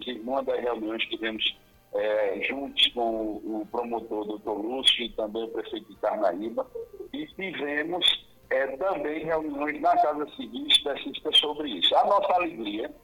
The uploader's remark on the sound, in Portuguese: Durante o programa Manhã Total da Rádio Pajeú. Participou por telefone.